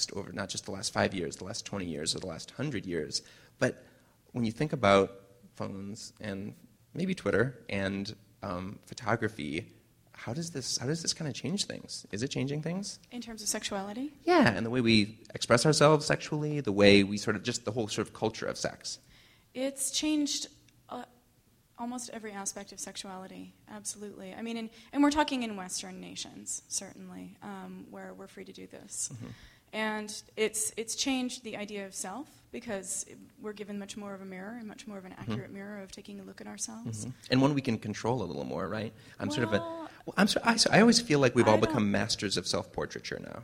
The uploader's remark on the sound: Long Conversation was presented with a live performance